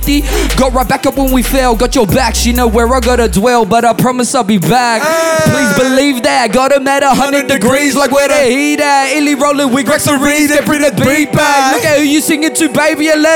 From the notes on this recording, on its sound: We are at the 1st Sydney UbeFest by 7000 Islands. The guys have a live audience.